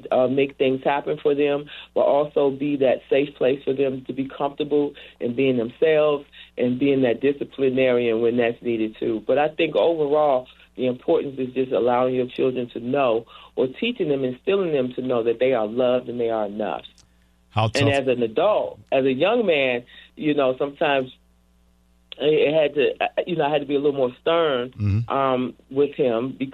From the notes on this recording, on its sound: Letting listeners call in with their "Safe Space".